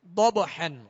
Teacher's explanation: ضاد حروف مستعلیہ میں سے ہے، پر پڑھیں گے مگر بغیر ہونٹ گول کیے، اور آگے با ساکن ہے، با حروف قلقلہ میں سے